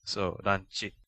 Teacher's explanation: since there's no consonant stops besides a syllabic N in Japanese, it has to end in something other than CH, so it becomes Chi.